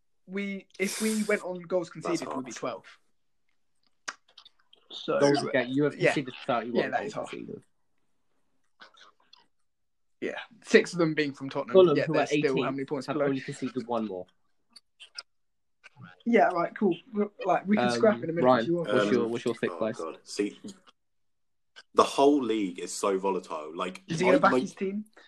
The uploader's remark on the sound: we had some slight audio issues this episode